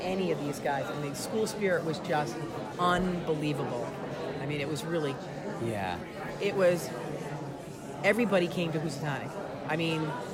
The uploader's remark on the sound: Interviews were recorded at Housatonic Valley Regional High School’s 2019 Oral History Festival.